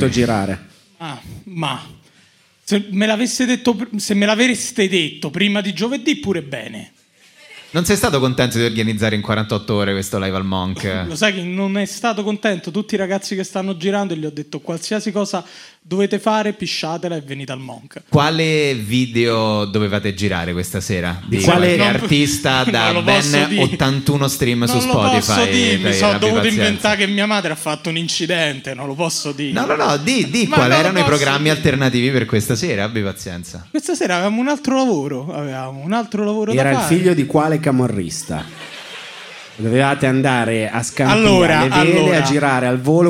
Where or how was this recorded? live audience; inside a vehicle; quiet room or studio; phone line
live audience